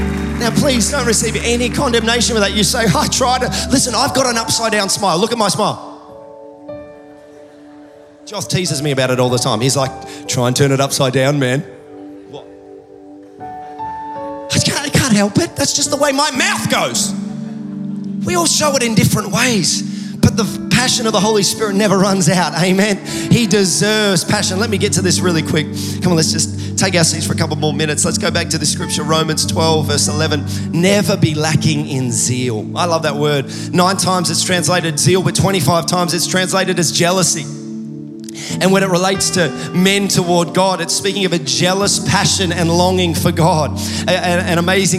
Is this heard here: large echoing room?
yes